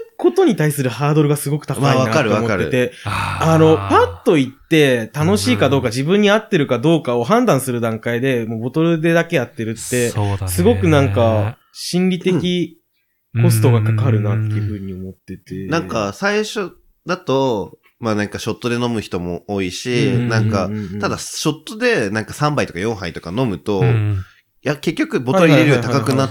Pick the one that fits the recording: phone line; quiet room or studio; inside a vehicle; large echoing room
quiet room or studio